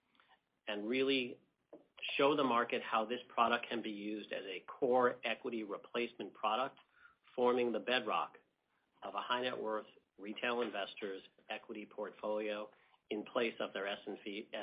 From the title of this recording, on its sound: Earnings Conference Call